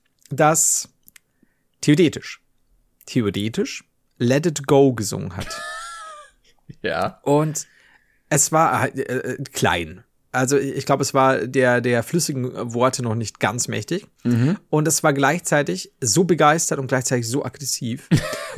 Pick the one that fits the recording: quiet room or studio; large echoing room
quiet room or studio